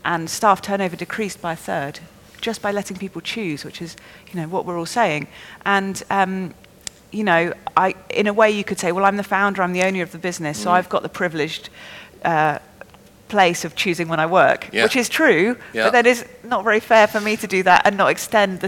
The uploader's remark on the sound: Speaking on the second day Elite Business’ live event